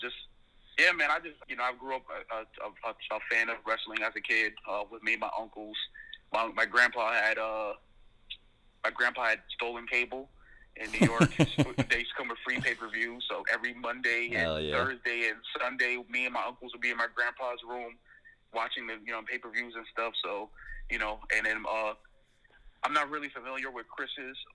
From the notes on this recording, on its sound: we phone in with The kPodcast alumni